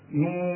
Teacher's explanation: هذا الحرف لازم يمد سته